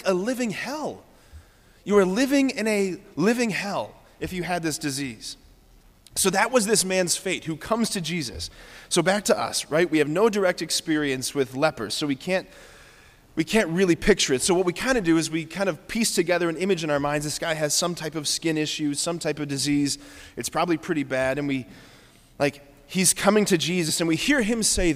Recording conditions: large echoing room